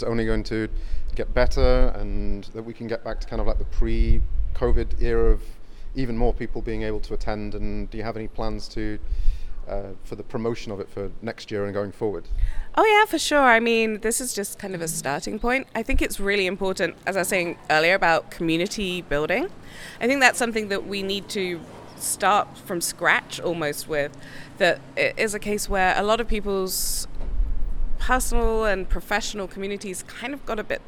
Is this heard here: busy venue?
yes